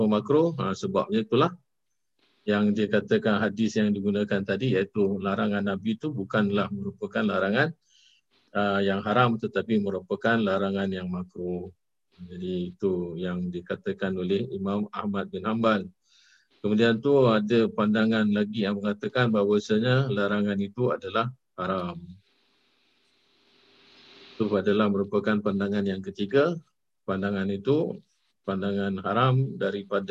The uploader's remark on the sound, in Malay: Rakaman zoom pada setiap Khamis 9 mlm (waktu Singapura)